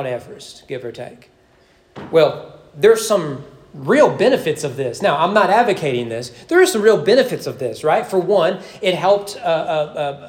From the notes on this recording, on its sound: Sermon preached at East Frankfort Baptist Church during evening worship